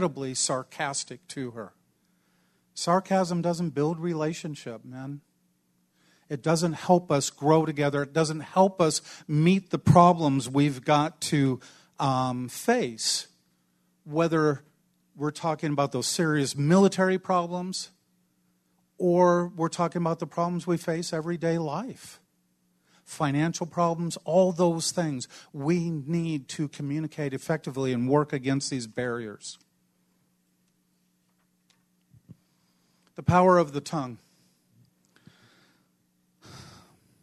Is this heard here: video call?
no